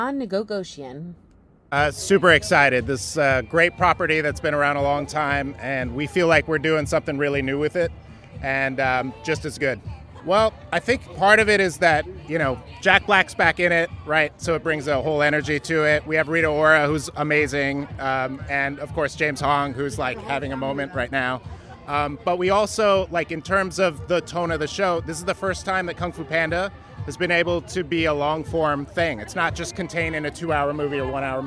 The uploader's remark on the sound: We were at the LA premiere of Kung Fu Panda: The Dragon Knight premiere to speak to the cast